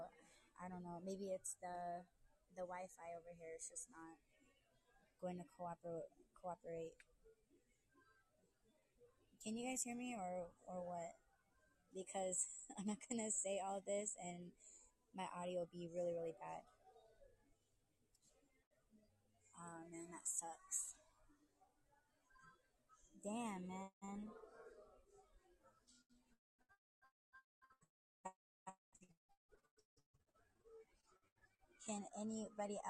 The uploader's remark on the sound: In My Whip. In this podcast, I'm livestreaming using my phone for the first time. It was hard figuring out when listeners are having a hard time hearing you.